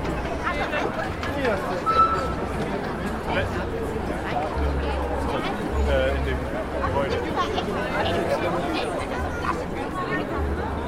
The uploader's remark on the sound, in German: Advent steige ich am Schlossplatz aus der Stadtbahn, fahre die Rolltreppe nach oben und drücke auf "REC". Das Pfeifen der Parkeisenbahn, die Weihnachtslieder von der (Schlittschuh)Eisbahn, Gesprächsfetzen nüchterner und bereits angeheiterter Menschen finden den Weg in mein Aufnahmegerät. Weihnachtsmarkt in Stuttgart, Geräuschkulisse.